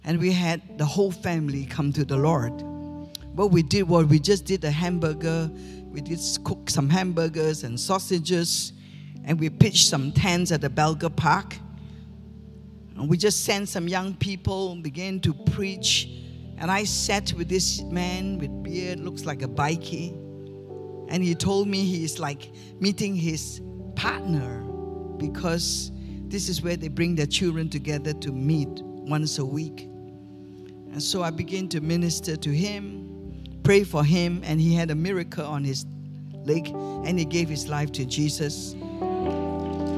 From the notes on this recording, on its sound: Recorded live from Christian Revival Church Australia.